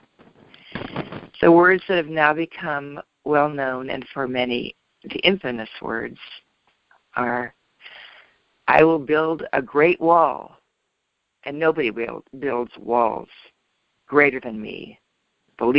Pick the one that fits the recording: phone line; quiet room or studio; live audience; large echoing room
phone line